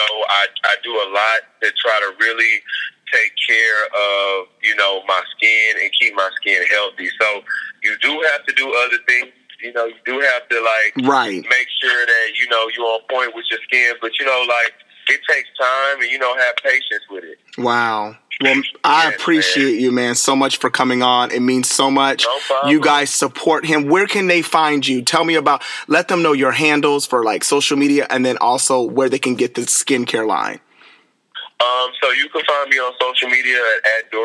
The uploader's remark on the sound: speaking over the phone